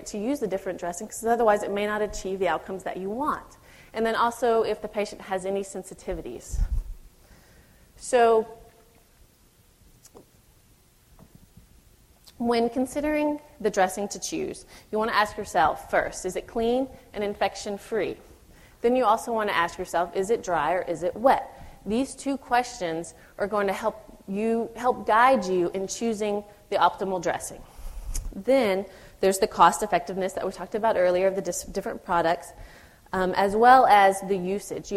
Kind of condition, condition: setting, live audience